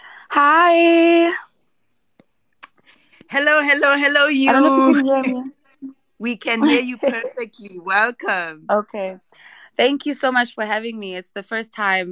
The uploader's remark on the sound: This is a recording of a Twitter Space conversation